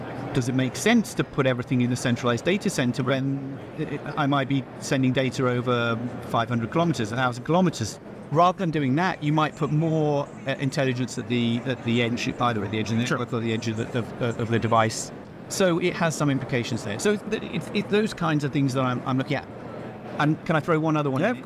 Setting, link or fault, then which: setting, busy venue